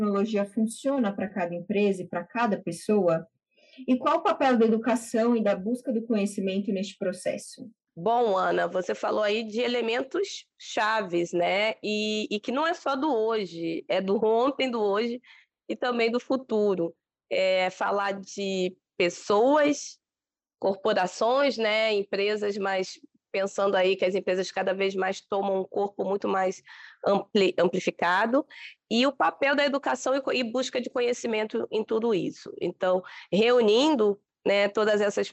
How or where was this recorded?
video call